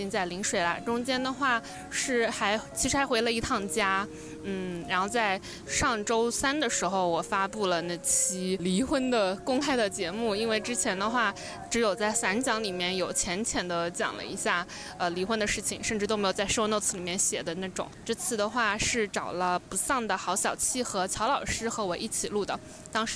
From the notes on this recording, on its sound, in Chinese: 海南的大海。封面是昨天录音时面对的海。